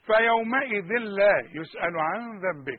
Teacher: التنوين اللي بعده لم ما تغنش أبدا